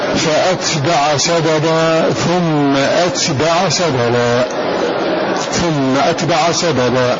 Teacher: أي بقطع الهمزة مفتوحة مع تخفيف التاء ساكنة في المواضع الثلاثة